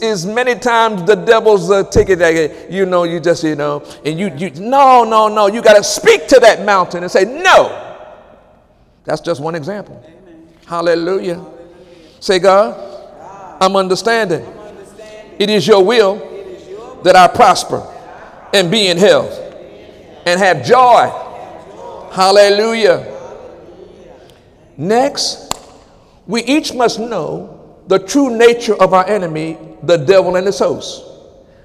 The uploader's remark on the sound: During Wednesday night service on August 30, 2017